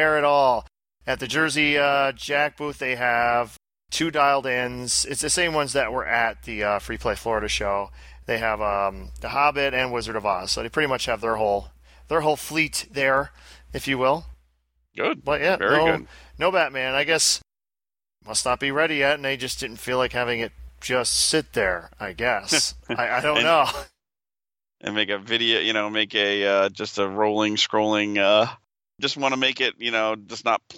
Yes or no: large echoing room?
no